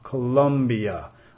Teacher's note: Nota acá que tenemos el schwa en el k, k, Colombia. Y el schwa al final